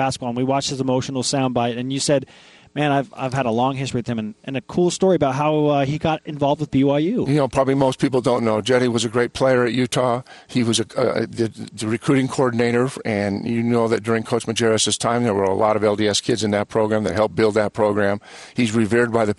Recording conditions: busy venue